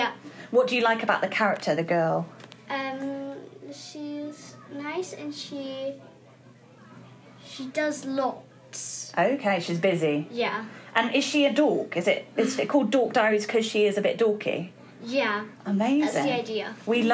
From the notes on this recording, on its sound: In this episode, we host a collection of guests who attended the St Cyres Open Evening. Please excuse the background rock and roll from the music department next door to our school library.